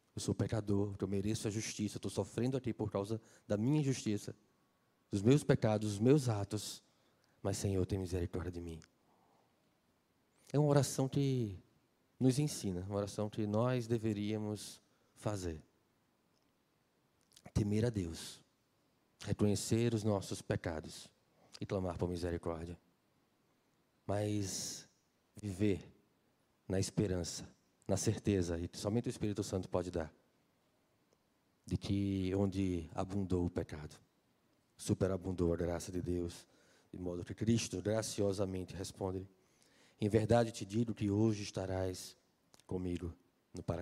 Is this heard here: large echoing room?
yes